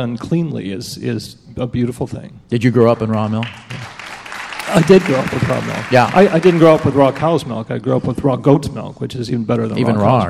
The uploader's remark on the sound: at the State Theater in Eau Claire, WI